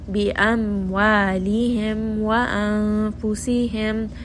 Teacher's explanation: Mim is a letter of tawassut. So we're just going to rest on all of these mim with sukun.